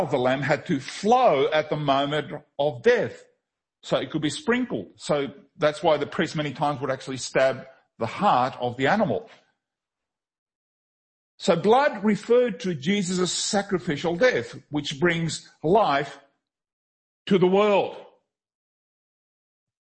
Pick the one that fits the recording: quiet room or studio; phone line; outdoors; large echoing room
large echoing room